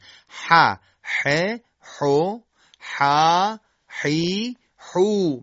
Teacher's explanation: های دو چشم که در فارسی درست میگن، وقتی تو قرائت قرآن وارد میشن حرف های دو چشم هم با گرفتگی ادا میکنن و این غلطه. پس اگر در هنگام تنگ شدن دیوارهای حلق صدای هوای بازدم ما بدون ارتعاش سایش پیدا بکنه و یک گرفتگی در صدا ایجاد بشه، صدایی که تولید میشه حرف حا هستش